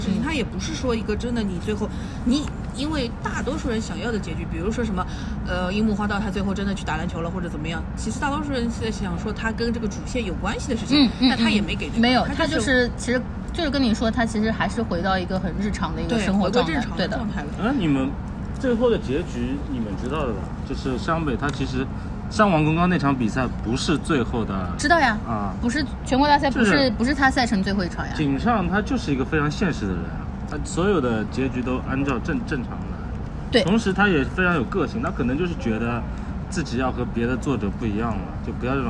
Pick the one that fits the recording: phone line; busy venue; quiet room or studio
busy venue